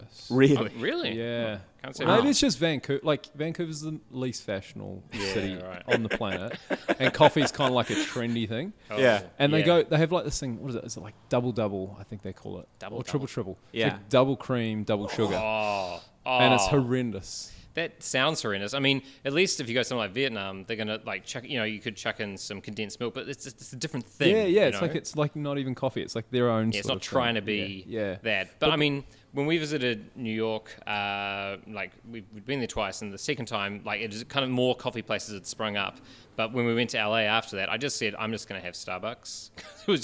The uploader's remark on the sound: This podcast was recorded live at the Brunswick Street Bookstore .